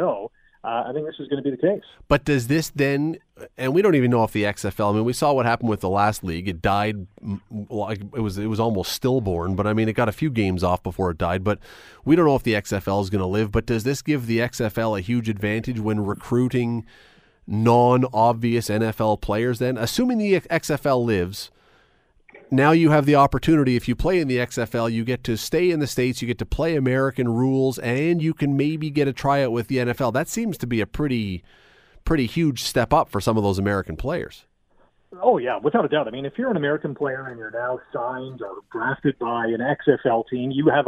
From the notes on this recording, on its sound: opens the phone lines to get your take on this.